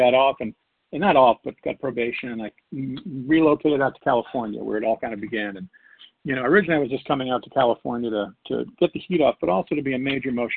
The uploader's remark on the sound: 100 Pounders Phone Meeting on 12/6/20